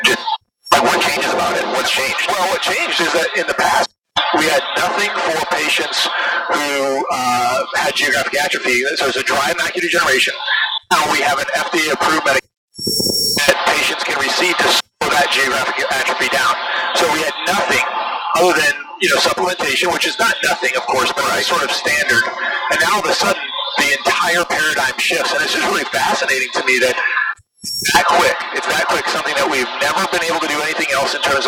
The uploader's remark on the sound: recorded in flight